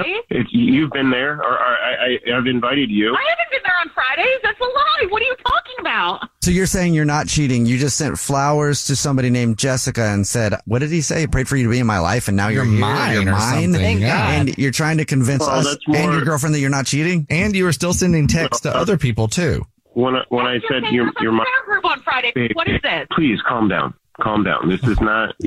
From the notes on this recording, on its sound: War of the Roses is when someone calls The Jubal Show because they think that their partner is cheating so we call them offering services in order to catch them cheating. On the phone today for War of the Roses.